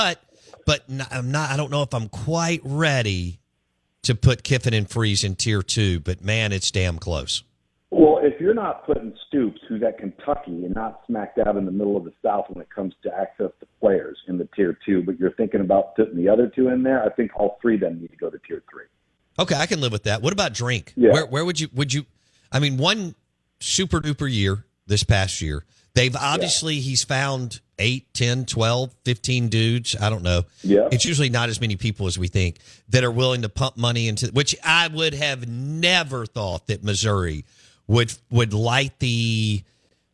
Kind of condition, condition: link, phone line